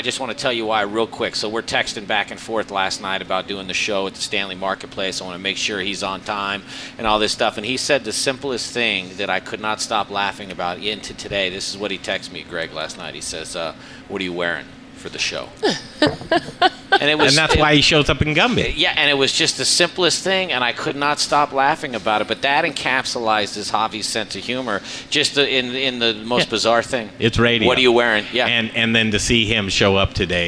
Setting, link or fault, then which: setting, busy venue